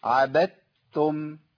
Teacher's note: لا ما تنطقش، حضرتك ما تنطقش الدال، ولا حضرتك تنطق الدال، الدال دي كأنها مش موجودة خالص · أنتقل من الباء للتاء على طول المشددة · Term: إدغام